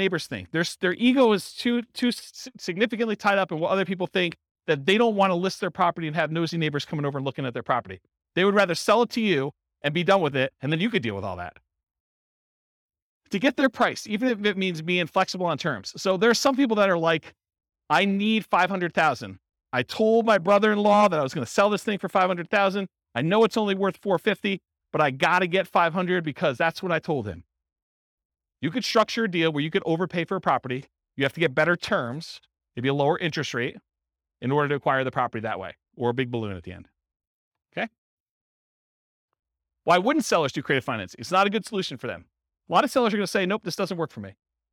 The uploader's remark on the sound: Highlands Ranch, Colorado. This was a live class recorded to give investors a solid qualitative overview of all the different real estate investing strategies.